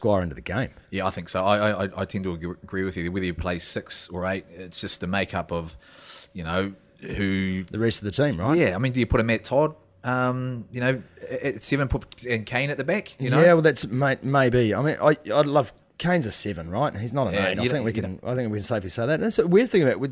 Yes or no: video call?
no